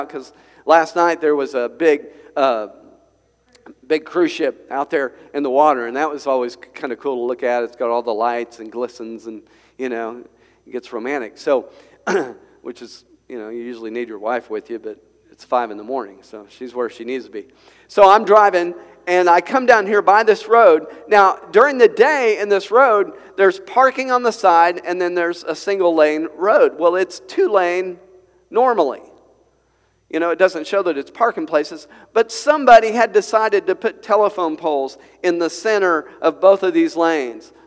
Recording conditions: large echoing room